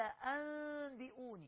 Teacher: الإقلاب هو إيه؟ هو قلب النون الساكنة والتنوين ميما مع بقاء الغنة والإخفاء